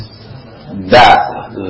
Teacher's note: kalau da baru ditarik ke belakang, tempelkan dengan gusinya yang di atas